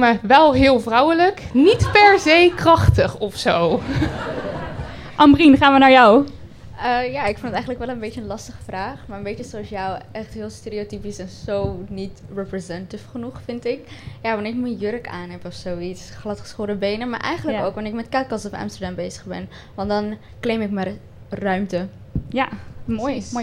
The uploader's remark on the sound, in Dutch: Live vanuit de Melkweg. In deze bonus aflevering nemen we je mee naar de Melkweg in Amsterdam, waar we op internationale vrouwendag live een aflevering opnamen.